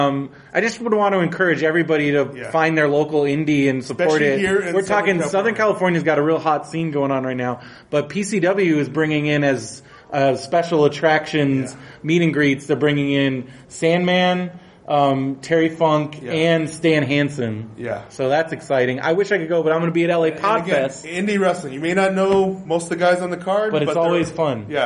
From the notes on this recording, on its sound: live at Comic Con Palm Springs